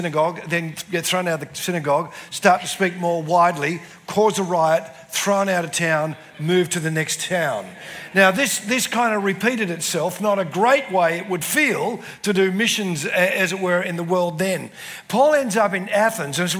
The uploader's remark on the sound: spoke at the CRC National Conference in 2023 held at Diggerland Church in Redcliffe Victoria